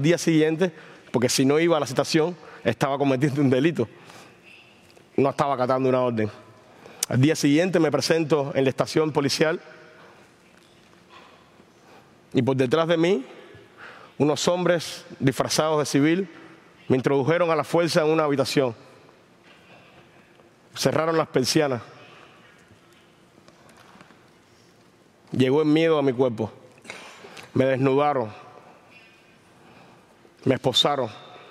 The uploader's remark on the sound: recorded at the 2023 Olso Freedom Forum